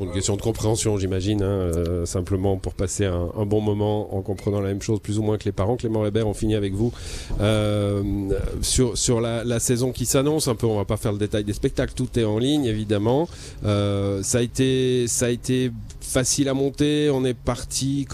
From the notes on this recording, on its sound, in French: En direct d'Aigle sous le châpiteau des arTpenteurs, un événement qui marque le début de saison du Théâtre Waouw.